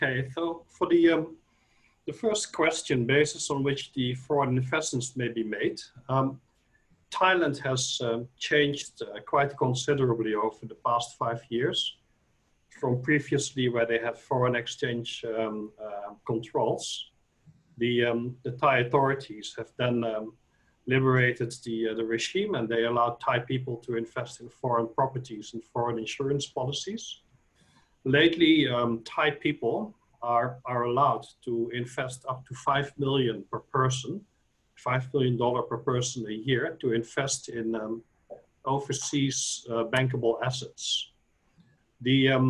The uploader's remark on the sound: Thailand Private Client Virtual Round Table. Webinar audio recording.